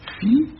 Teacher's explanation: au lieu d'un iode, il oblige à prononcer un i